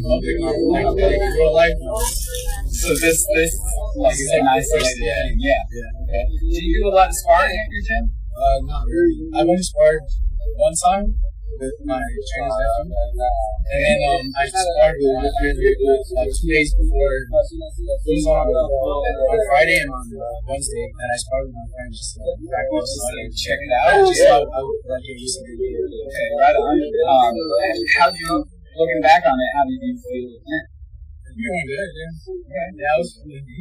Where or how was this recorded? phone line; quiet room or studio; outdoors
outdoors